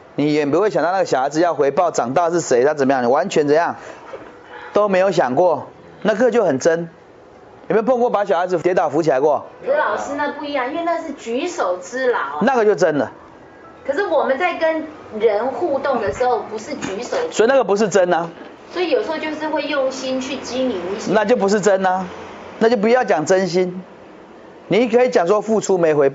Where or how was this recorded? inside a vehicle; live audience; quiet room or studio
live audience